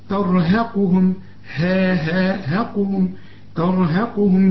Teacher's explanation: الراء هي المفخمة والقاف كمان مفخمة